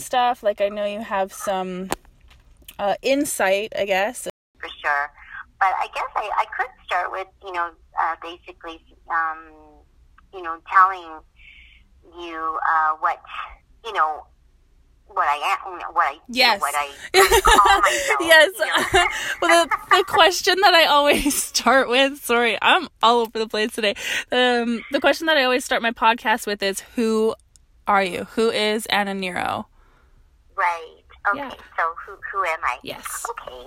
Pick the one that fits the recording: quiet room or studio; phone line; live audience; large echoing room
phone line